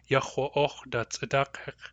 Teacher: We know that's a question because of the question ending, which in this case is roughly schwa glottal stop o